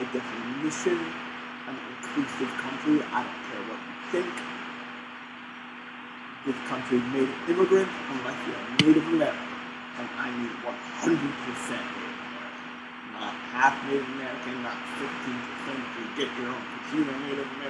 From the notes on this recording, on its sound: Sorry about the audio quality I did my best.